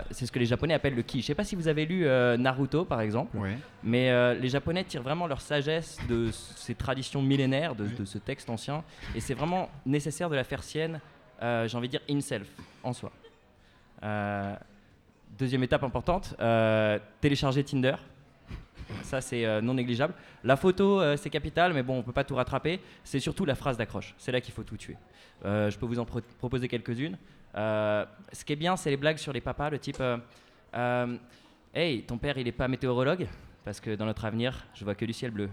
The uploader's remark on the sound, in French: La rédaction était présente à la Gaîté Lyrique le 20 octobre pour un enregistrement inédit à l'occasion du Paris Podcast Festival. Une réalisation live.